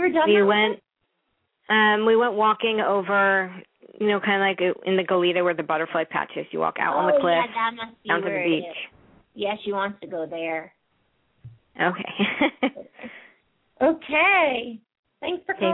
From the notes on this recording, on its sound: open up the lines for listeners to call